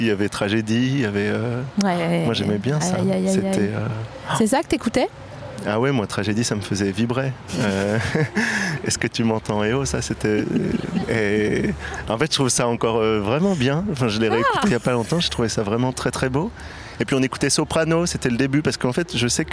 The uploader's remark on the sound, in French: En direct de la Villette